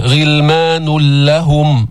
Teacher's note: ويطوف عليهم غلمان لهم، إدغام بدون غنة، غلمان لهم، ما في نون دخلت في اللام، لام مشددة